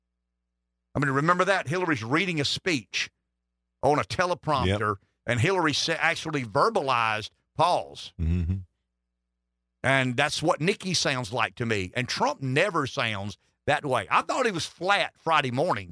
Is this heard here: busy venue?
no